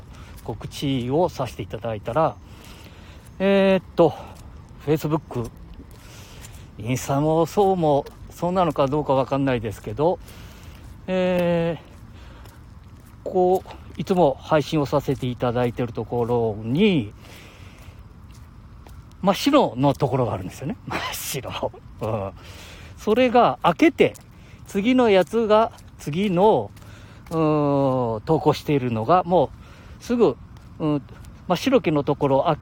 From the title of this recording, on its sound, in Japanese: 街さんぽ LIVE